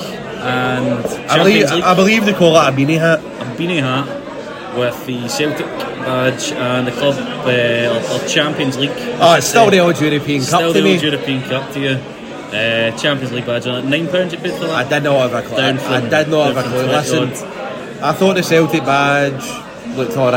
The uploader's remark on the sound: Recorded at "Magical" Molly Malones of Hope Street.